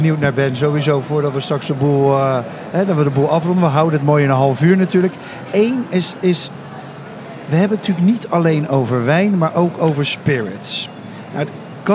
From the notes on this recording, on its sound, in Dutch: Vandaag live vanaf de Horecava